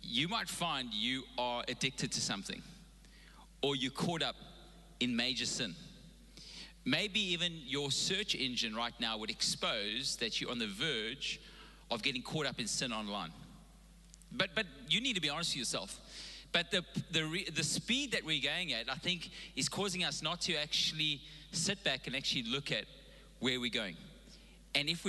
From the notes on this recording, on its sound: Recorded live on Sunday the 31st October 2021